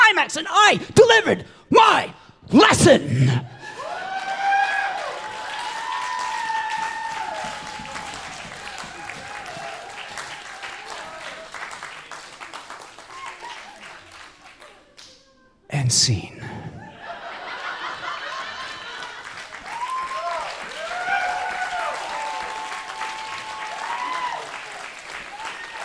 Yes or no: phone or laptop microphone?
no